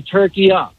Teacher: At the end is a short A. It's not a long A. In the Arabic language, it's called turkiya.